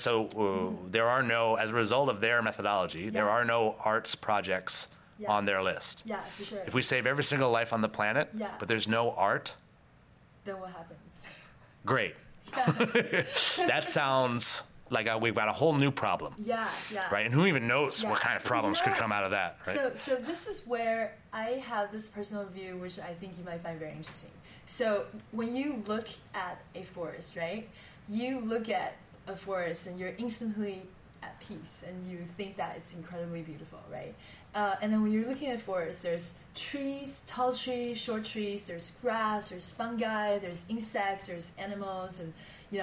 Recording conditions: busy venue